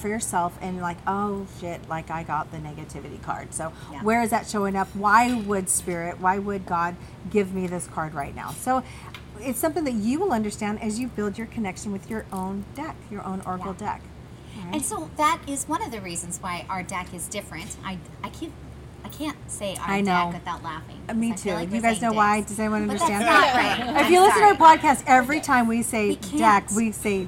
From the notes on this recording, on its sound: Podcast LIVE from Long Cellars Winery in Woodinville, WA! They are joined by their listeners who drove from all over to come join them this OPEN HOUSE Event of Fun and Spirits!